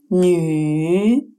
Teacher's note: Он объединяет в себе звуки «и» и «у», и произнесенные слитно, как один звук